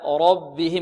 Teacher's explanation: الراء ماذا؟ مفخمة لأنها مفتوحة